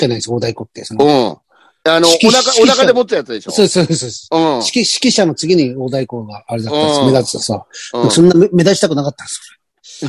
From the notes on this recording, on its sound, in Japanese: ZOOMより配信